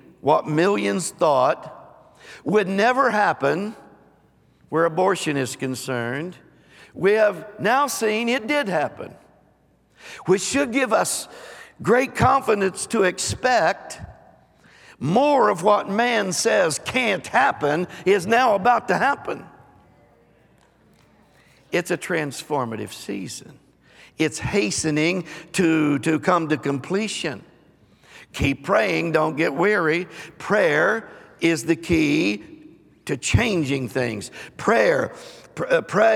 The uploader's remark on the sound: Recorded live on 7/3/22.